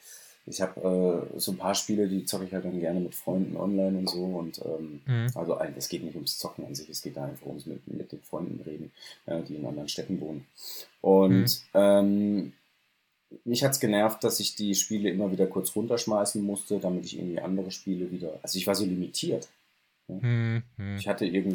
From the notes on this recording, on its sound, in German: Das falsche Mikro ausgewählt. Viel Spaß mit der sagenhaften Qualität des Apfel-Mic's.